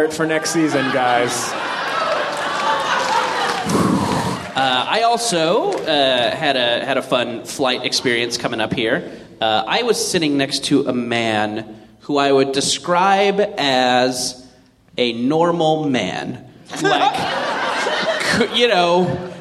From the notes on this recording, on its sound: live on stage at the Hollywood Theatre in Portland, Oregon.